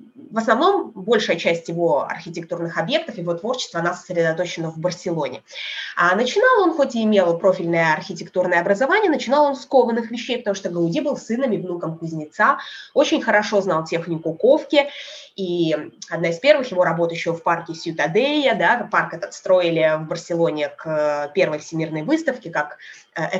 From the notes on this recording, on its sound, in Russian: По Барселоне в халате и комнатных тапочках: прелести zoom-экскурсий. "Современная Одиссея" отправляется на экскурсию по Барселоне через zoom.